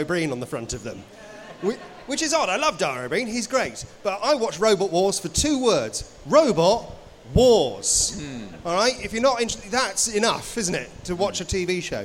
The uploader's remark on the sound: live panel from PLAY Expo London